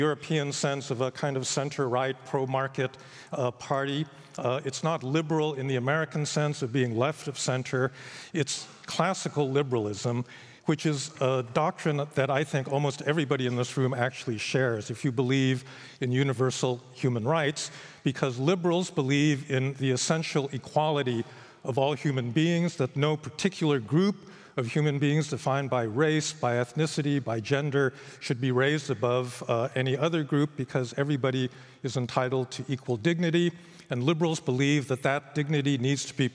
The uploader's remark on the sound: recorded at the 2023 Oslo Freedom Forum